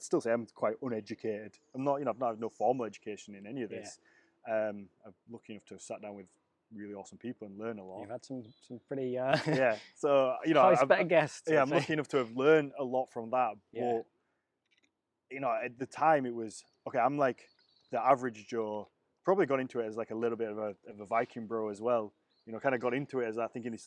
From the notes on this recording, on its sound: This Week I'm in York at the Jorvik Viking Festival